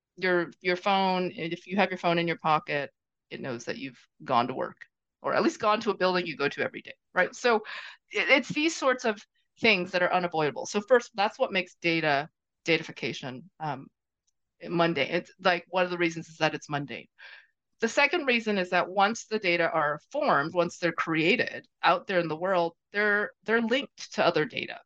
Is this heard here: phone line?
no